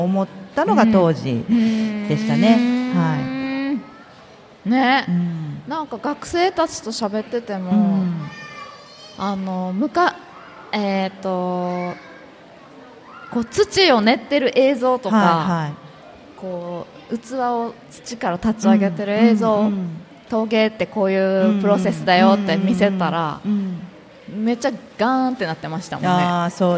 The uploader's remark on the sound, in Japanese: 楽しく公開収録